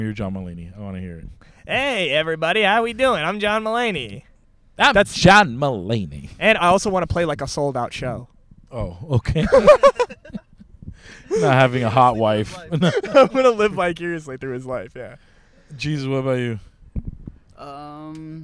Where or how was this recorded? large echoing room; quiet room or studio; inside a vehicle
inside a vehicle